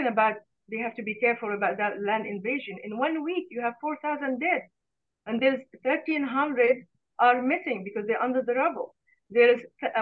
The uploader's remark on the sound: Live Q&A webinar. Reporting from Tel Aviv.